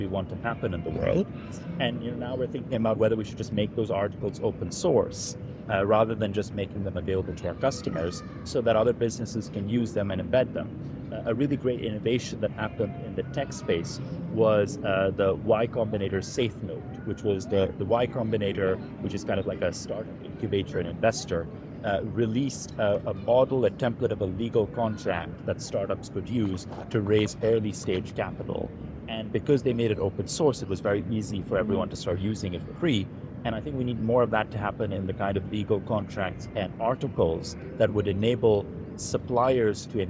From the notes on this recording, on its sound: Live from COP28.